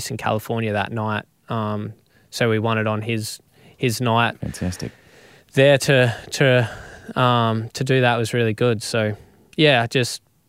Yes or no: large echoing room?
no